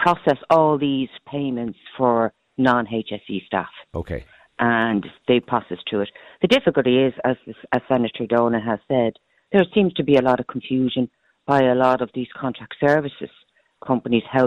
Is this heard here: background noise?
no